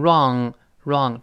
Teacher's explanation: w 不发音，r 勾舌头，最后舌根音